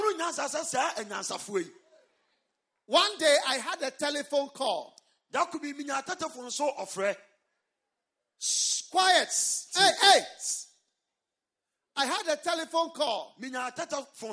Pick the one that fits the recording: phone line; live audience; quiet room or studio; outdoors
live audience